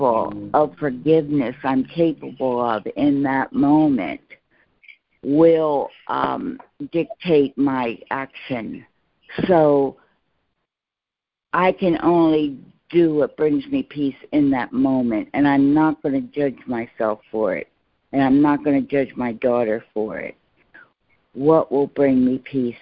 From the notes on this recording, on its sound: ACIM Daily Conference Call